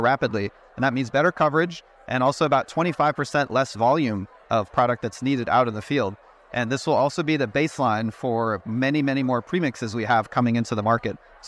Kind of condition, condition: setting, busy venue